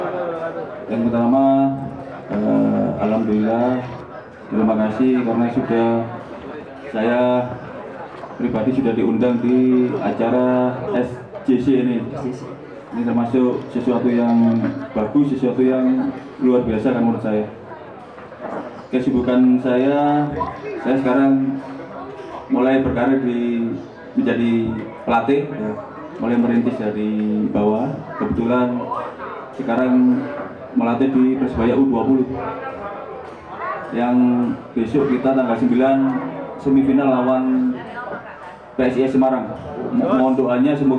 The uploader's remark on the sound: Live Talkshow at SJC